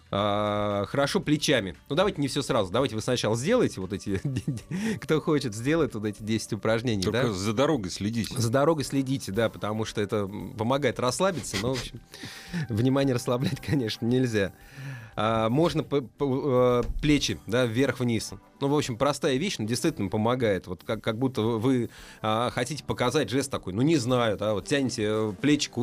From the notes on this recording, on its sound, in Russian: Из Барселоны по телефону.